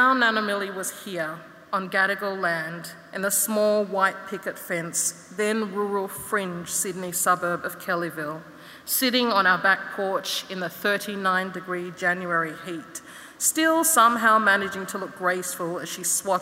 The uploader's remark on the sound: In this episode we revisit 2022's inaugural Opening Night gala event at Melbourne Town Hall. This event was recorded at Melbourne Town Hall on Wednesday 2 November 2022 as part of the Wheeler Centre’s Spring Fling Opening Night: Lightbulb Moments.